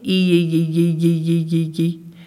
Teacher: in that utterance, you can hear the Y glide coming in, e ye ye ye ye.